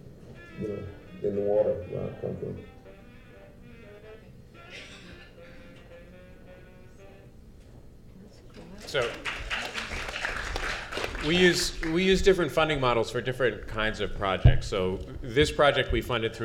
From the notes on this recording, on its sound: Panel at #Media99 Summit.